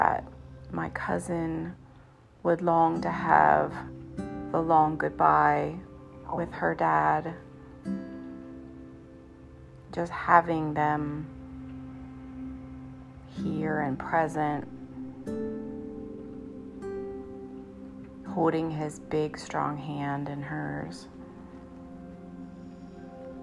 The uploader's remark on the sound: Apologies for background noise